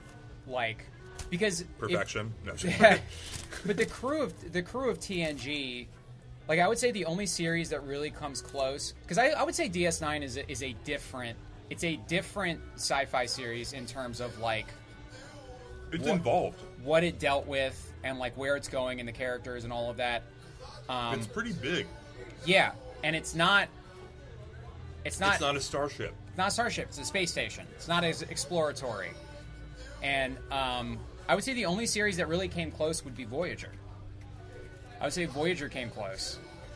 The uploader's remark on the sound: At My Father’s Place before an open mic.